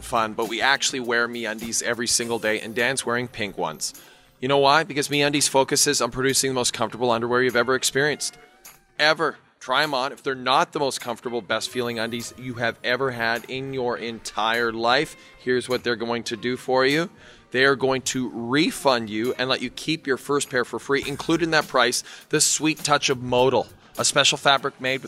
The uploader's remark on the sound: LIVE(ish) from Super Bowl LI